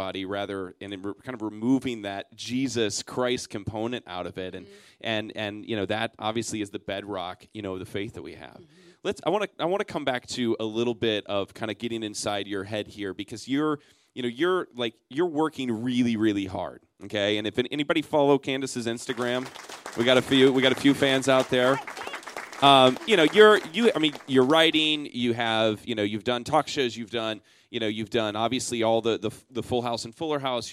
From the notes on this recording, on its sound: Live at Biola University in front of a packed student body audience for this special two part interview.